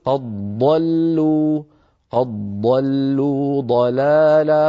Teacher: ضلوا ومن غير إدغام، بينما على رواية ورش عن نافع فإن ورشا روى لنا رحمه الله إدغام الدال في الضاد